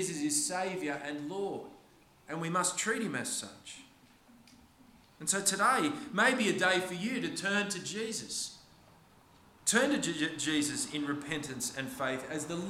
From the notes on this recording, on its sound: This sermon was preached on the 9th of April 2023 at all services of Helensburgh and Stanwell Park Anglican Church.